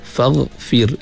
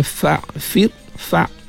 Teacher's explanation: Ghin yang mati, faghfir, kita akan rasa di rangkung kita itu macam satu gesekan · Shown in: first take · Satu gesekan huruf ghin.